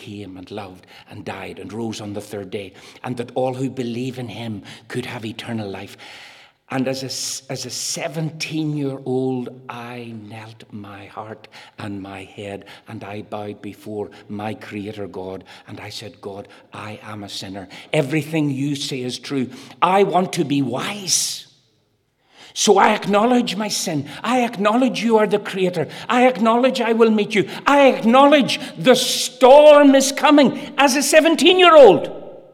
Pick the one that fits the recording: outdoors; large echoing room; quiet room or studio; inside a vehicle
large echoing room